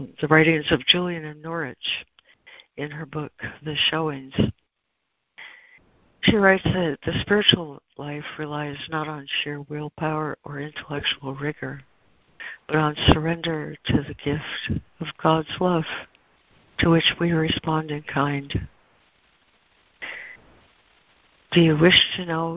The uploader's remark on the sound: ACIM Daily Conference Call